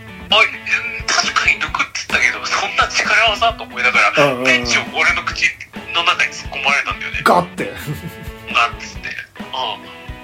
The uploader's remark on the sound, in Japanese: 録音機材：iPhone7